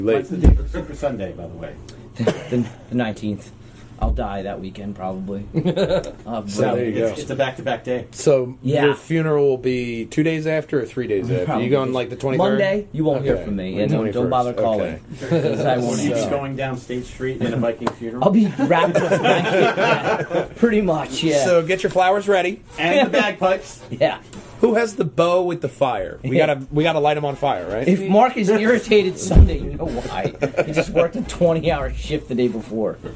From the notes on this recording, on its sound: we joined together at the Game'n DVD Exchange to do a live podcast